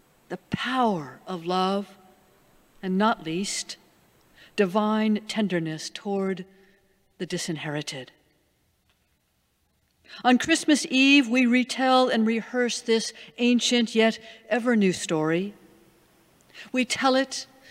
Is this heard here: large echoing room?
yes